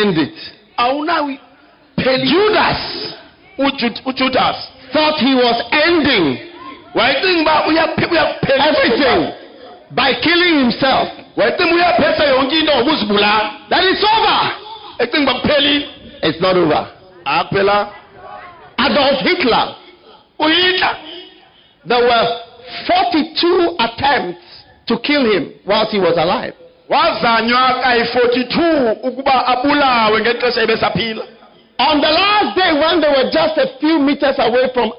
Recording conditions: live audience